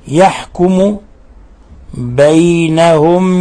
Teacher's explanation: الحكم التجويدي إظهار شفوي، إظهار شفوي لوقوع الياء بعد الميم الساكنة